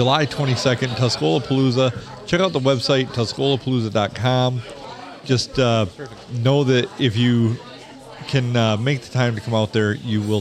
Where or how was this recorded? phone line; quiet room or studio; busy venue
busy venue